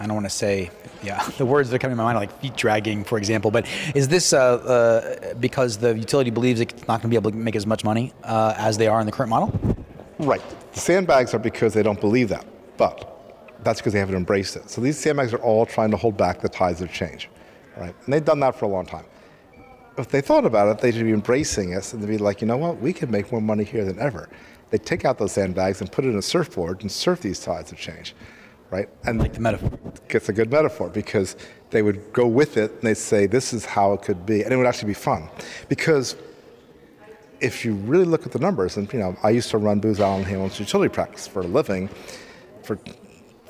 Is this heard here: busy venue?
yes